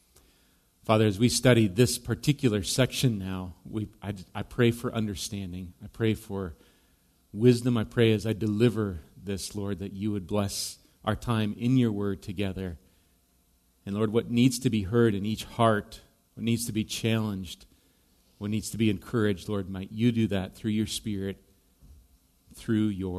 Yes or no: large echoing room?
yes